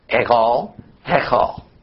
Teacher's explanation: in biblical Hebrew the H sound is barely audible, sounds almost alike.